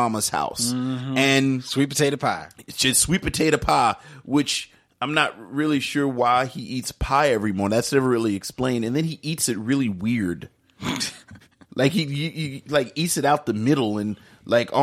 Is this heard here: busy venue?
no